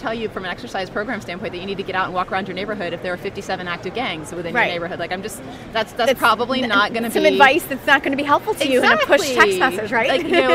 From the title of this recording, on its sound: Live from #HiMSS17